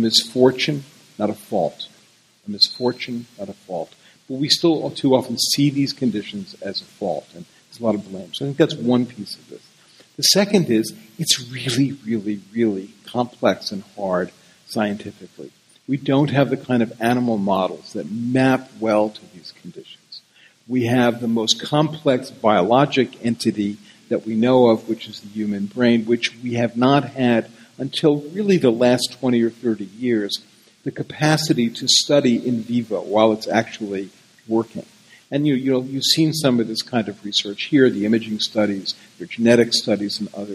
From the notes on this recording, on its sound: Live from Psychedelic Science '17 in Oakland